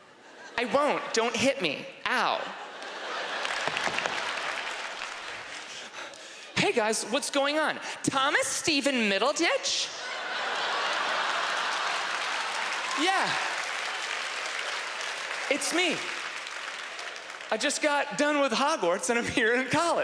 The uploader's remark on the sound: stand up from the Just For Laughs Festival in 2015